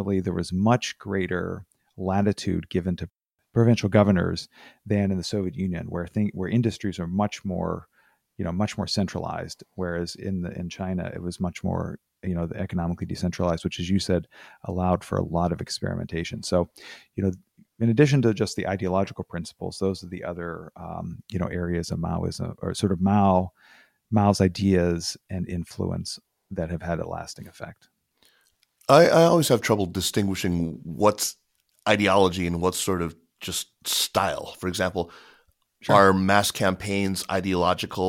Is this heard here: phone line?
no